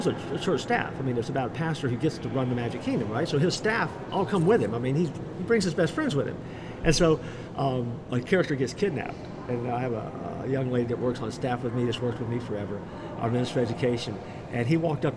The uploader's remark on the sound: LIVE from CPE 2022!